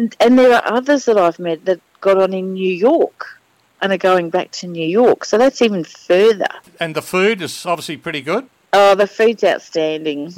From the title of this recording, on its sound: Phones In From Queen Mary II In Port Of Melbourne